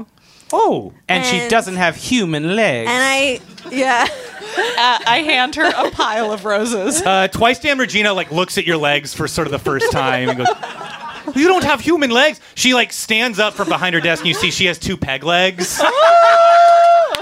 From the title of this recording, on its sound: LIVE at Union Hall